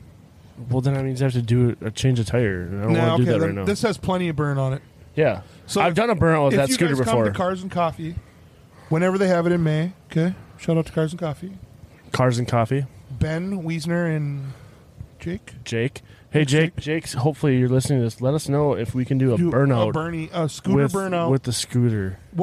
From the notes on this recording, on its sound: We gather outside around the bonfire